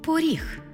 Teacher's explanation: Звук «о» наближається до звуку «у»